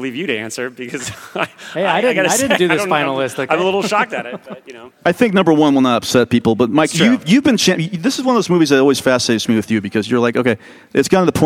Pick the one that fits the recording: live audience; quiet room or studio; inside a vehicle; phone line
live audience